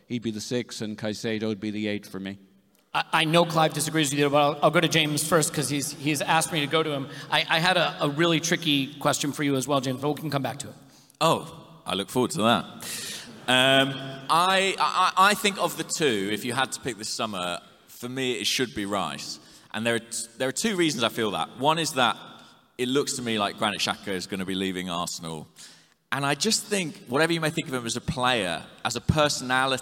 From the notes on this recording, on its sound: Here's the audio recording of the joint Arsecast and Arsenalvision Podcast live at Union Chapel.